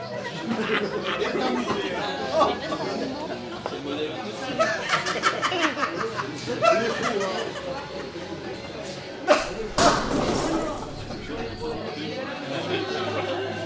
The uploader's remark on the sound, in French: C'est une fiction sans texte écrit à l'avance, dans laquelle les acteurs improvisent ou témoignent. Enregistrée au café, dans la rue, dans la chambre froide, là où il se passe quelque chose. Il y a aussi de la musique.